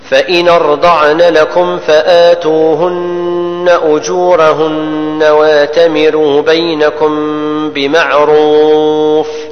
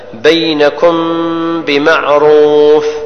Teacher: الميم تخفى لوجود الباء